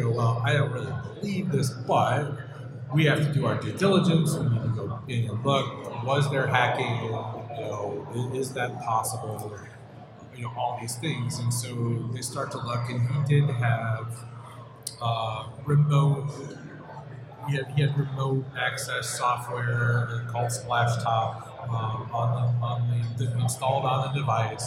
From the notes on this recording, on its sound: live on stage at the Magnet User Summit in Nashville.